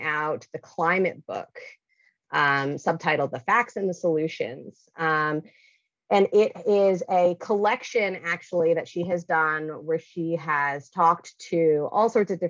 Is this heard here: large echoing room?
no